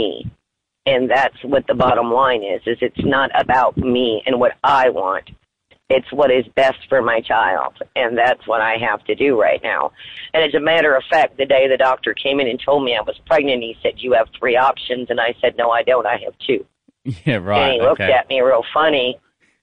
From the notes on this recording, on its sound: Phone Call to Birth Mother.